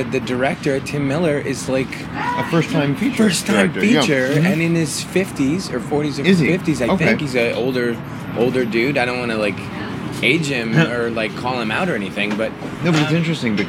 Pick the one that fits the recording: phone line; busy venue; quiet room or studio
busy venue